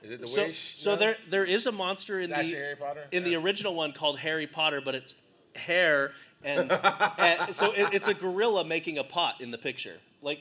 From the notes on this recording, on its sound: Join us as we take you on a journey through the electrifying atmosphere of Dragon Con in Atlanta, GA. This wasn't just a podcast recording; it was an interactive spectacle that had the audience on the edge of their seats! This live show at Dragon Con.